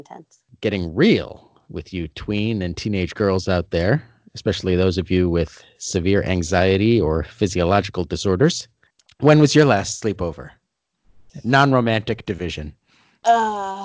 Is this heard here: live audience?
no